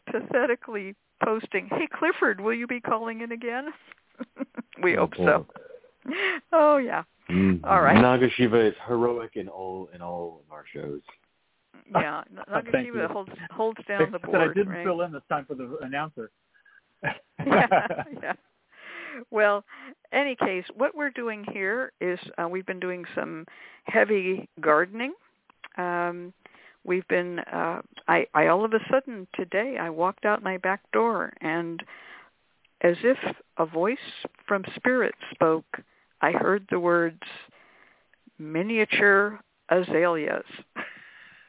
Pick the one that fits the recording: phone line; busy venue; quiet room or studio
phone line